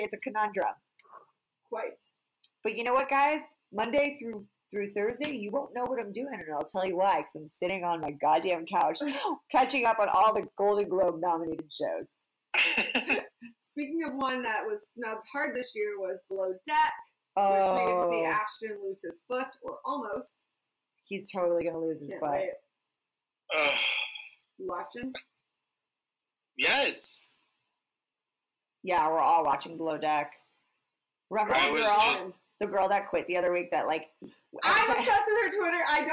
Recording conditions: poor sound quality